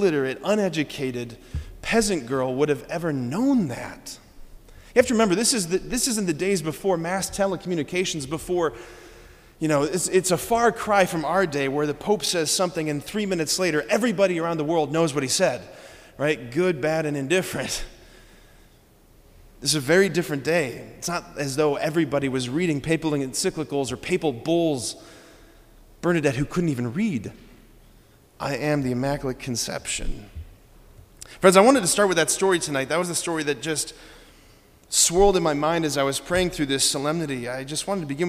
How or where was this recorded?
large echoing room